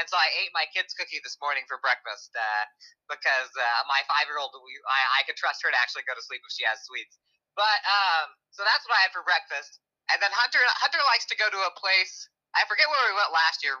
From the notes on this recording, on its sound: call in from the road